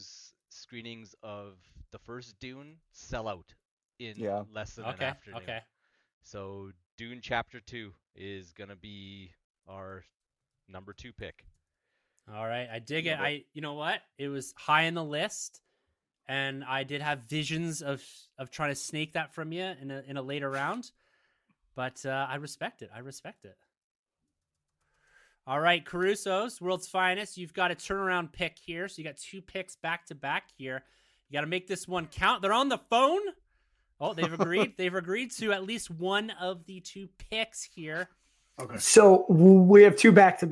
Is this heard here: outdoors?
no